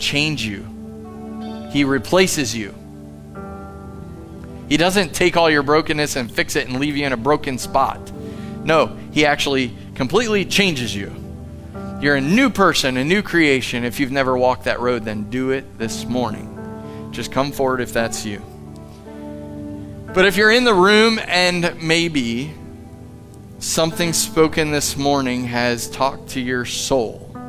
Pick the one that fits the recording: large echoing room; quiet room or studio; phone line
large echoing room